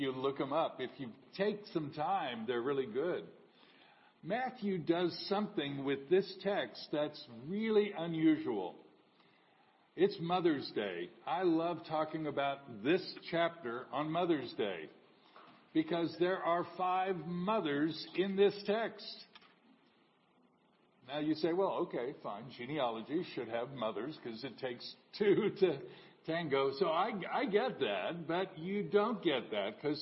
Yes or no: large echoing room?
yes